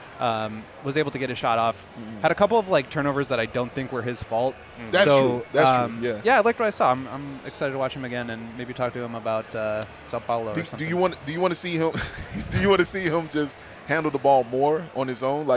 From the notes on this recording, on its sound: LIVE from Summer League in Las Vegas!